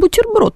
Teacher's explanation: мягкий почему-то звук «т» хочется произнести